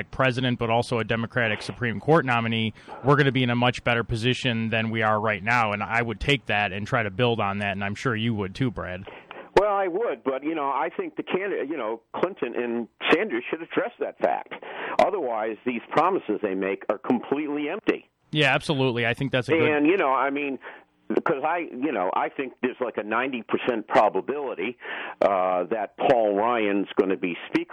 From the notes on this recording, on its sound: joined by callers